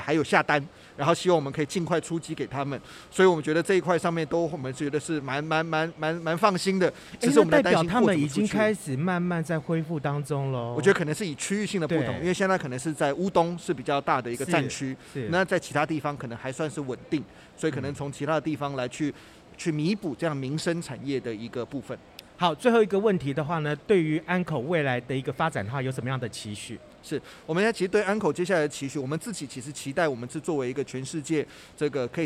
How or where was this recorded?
busy venue